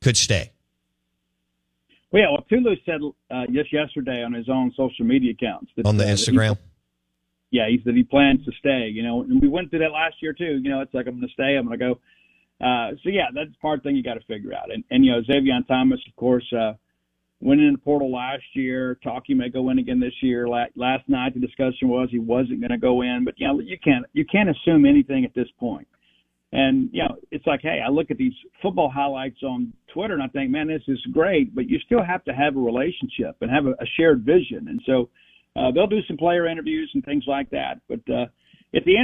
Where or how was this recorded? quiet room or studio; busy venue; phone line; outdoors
phone line